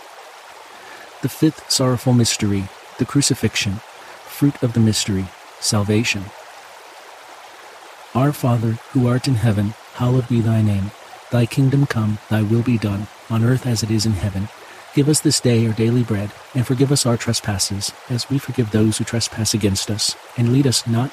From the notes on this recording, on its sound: babbling brook, water stream, creek sounds - the gentle sounds of moving waters are here to bring you a natural sense of calm